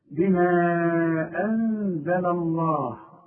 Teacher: نون ساكنه برضه ما استعملش لساني، لكن بعدها الزين، والزين من حروف الاخفاء